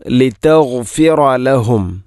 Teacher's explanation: ഗൈനിൻ്റെ ഉച്ചാരണം അല്ലെങ്കിൽ അതിൻ്റെ മഖ്റജ് തൊണ്ടയുടെ ഏറ്റവും മുകൾ ഭാഗമാണ്, അത് പ്രത്യേകിച്ചും ശ്രദ്ധിക്കണം.